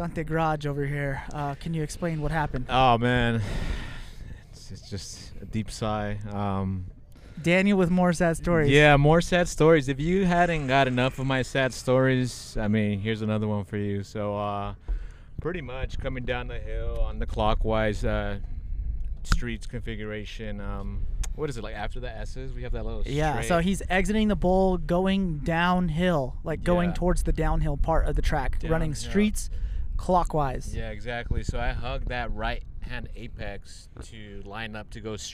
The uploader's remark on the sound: Coming to you live from the track side.